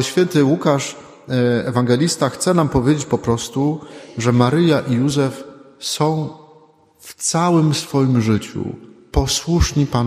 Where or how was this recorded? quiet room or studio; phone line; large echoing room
large echoing room